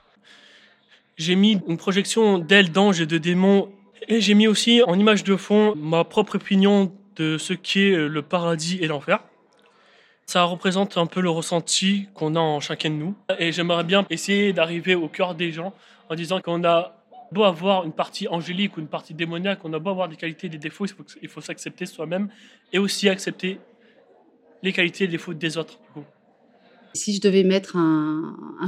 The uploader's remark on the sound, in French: Un défi relevé avec brio puisque ce sont huit œuvres puissantes et engagées qui ont été présentées lors de la restitution publique où j’ai enregistré cet épisode.